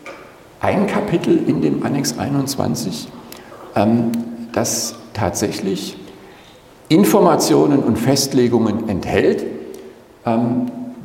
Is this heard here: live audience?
yes